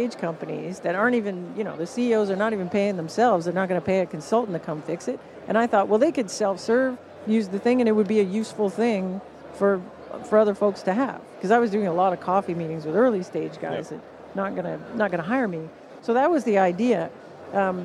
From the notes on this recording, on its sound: live from the #SaaStock2023 Podcast Stage